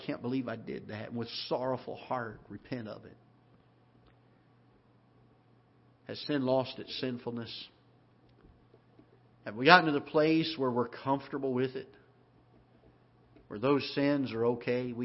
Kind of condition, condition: setting, large echoing room